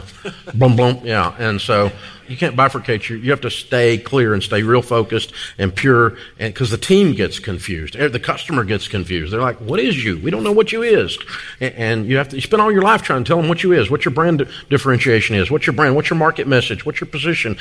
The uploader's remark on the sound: Live From EntreLeadership Master Series 2018